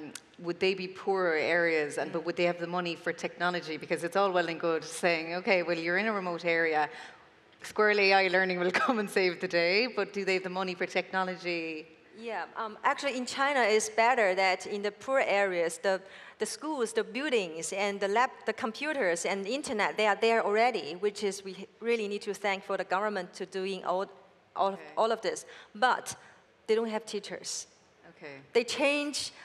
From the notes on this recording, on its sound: Recorded at World Summit AI, Amsterdam, 2019